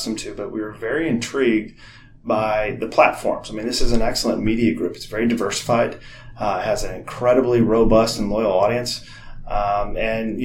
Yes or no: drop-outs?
no